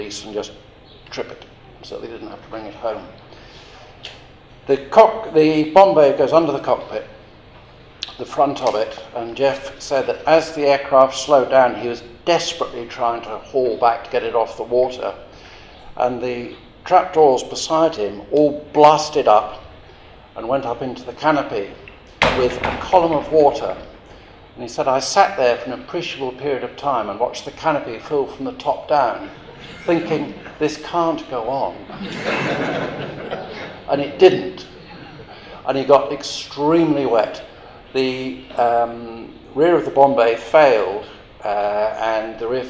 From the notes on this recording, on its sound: Recorded: 19th of January 2014, live at the Wings Over New Zealand Forum Meet